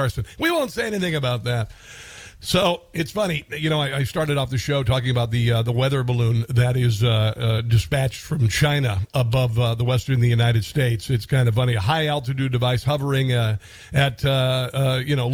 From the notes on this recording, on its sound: Listeners call in Live to voice their opinions on the show.